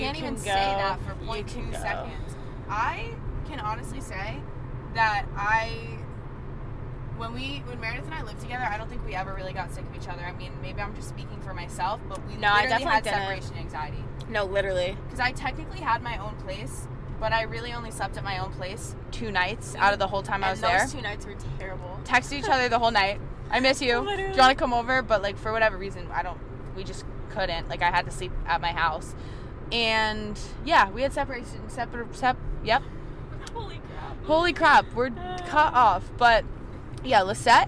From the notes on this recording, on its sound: this time we’re driving to the airport